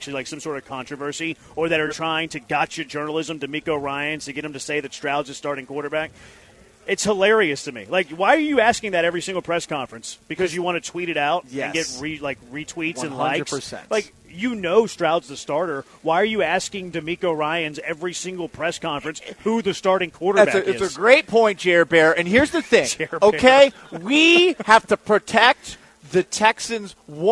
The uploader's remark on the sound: LIVE from Circa Resort & Casino in Las Vegas!